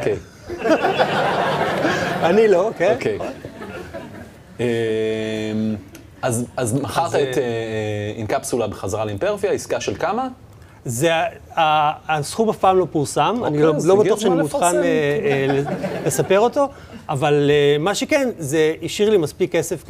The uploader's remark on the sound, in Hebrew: פרק מיוחד שהוקלט בפני קהל חי במשרדי קאטו נטוורקס.